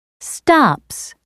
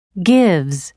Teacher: Stops ends with a S sound. Gives ends with a Z sound.